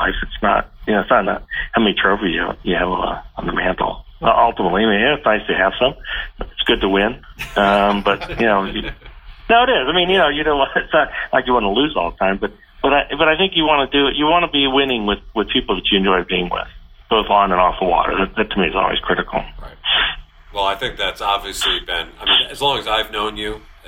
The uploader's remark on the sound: chat over the phone